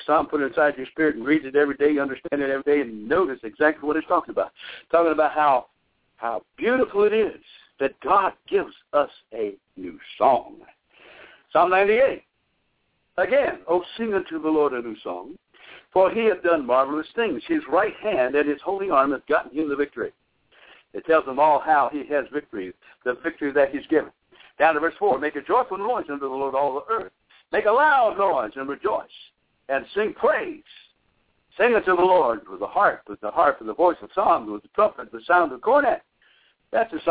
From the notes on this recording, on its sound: Bible Study via conference call